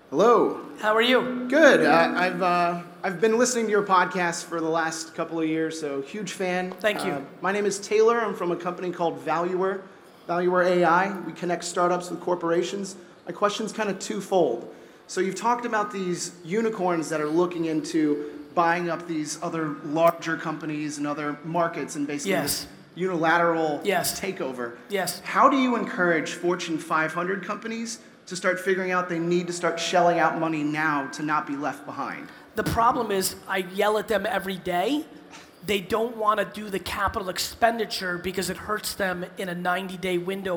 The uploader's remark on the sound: A Keynote: Arctic15 In Helsinki, Finland